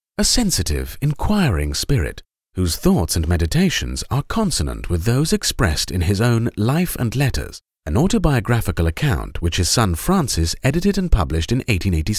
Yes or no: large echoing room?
no